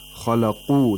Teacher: the qaf has a moderate level of tafkhim